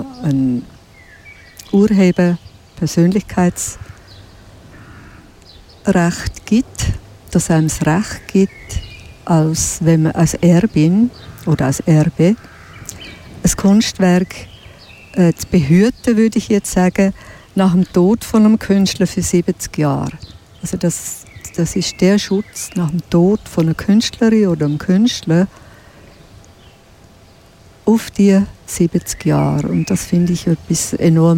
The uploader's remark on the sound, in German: Limmattrail – Begegnungen entlang der Limmat: Bruno Weber Park, Dietikon. Deshalb zog unsere Ausbildungsredaktion los und sendete in dieser Woche live vom Ufer der Limmat.